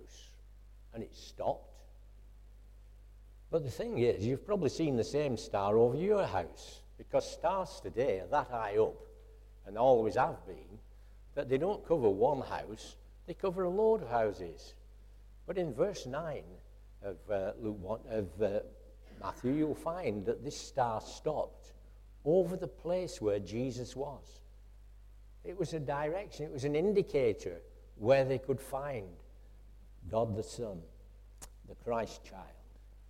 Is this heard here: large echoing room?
yes